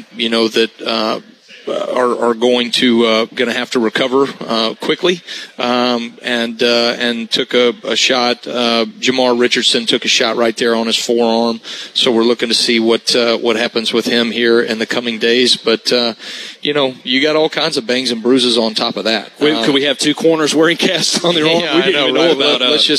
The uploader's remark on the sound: live from Baumhower's Victory Grill